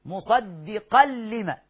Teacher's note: تنوين بعد منه لام يبقى ادغام كامل بغير غنه